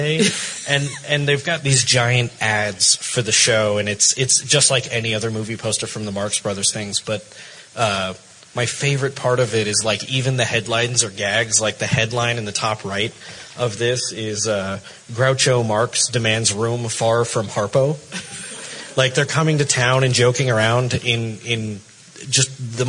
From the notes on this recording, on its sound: Live From FanX.